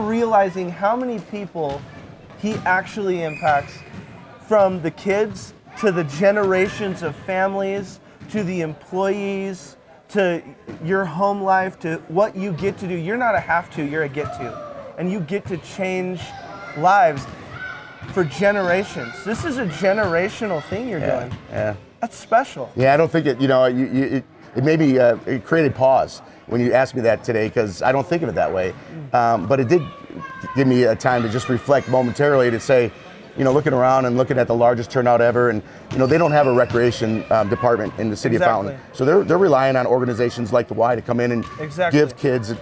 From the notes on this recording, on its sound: This episode is live at the grand opening of the brand new YMCA in Fountain, Colorado. If you hear basketballs in the background that's ok because we are on location and LIVE!